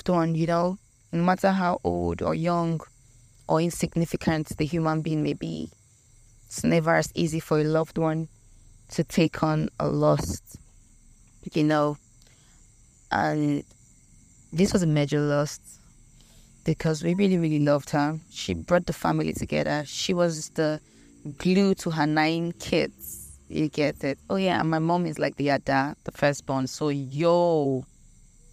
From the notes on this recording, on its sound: The crickets in the background are paid thespian. In the village in front of an old primary school just before her house.